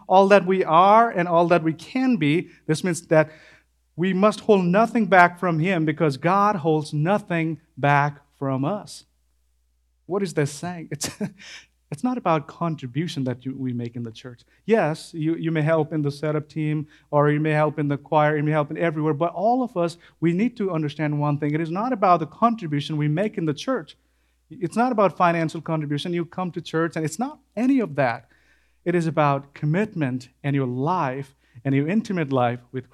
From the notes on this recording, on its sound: This sermon was preached at Crosspoint Church in Starkville, Mississippi.